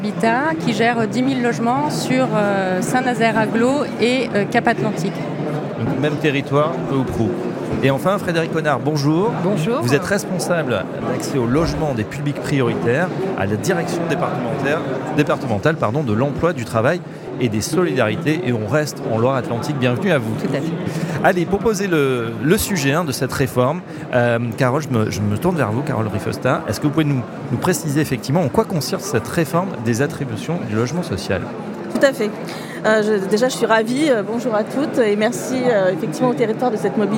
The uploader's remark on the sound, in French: en direct du 83e congrès USH à Nantes